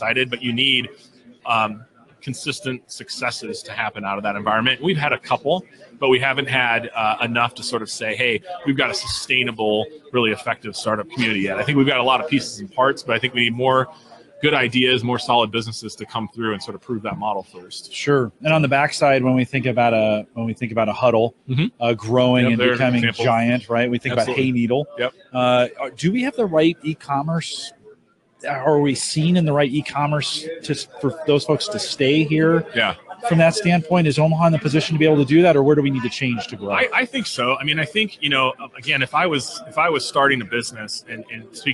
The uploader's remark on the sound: Live from Infotec 2016